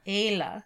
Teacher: It's a little diphthonged like Ayla, but not enough to be discerning to the ear.